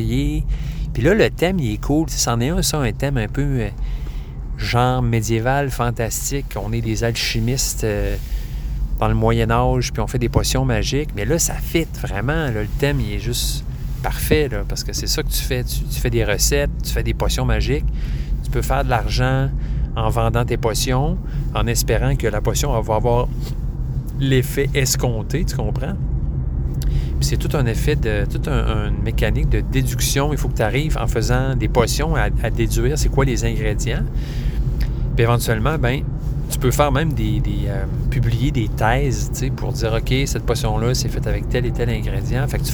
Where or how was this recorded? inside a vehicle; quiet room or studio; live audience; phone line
inside a vehicle